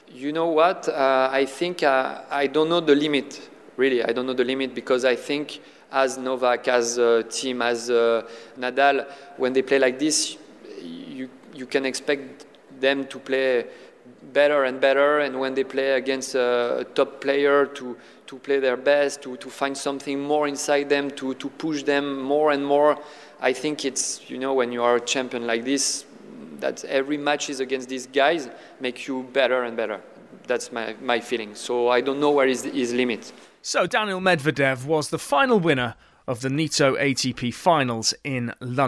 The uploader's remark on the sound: One week on from the last Nitto ATP Finals in London we bring you some of our favourite moments and chats from eight days of live broadcast at the O2.